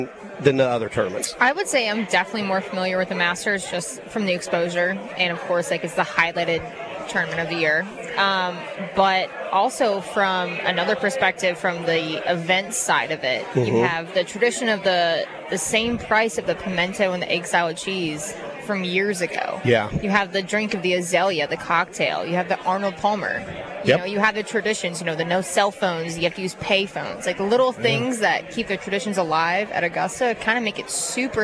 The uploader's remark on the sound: LIVE Ftom Felix's Fish Camp!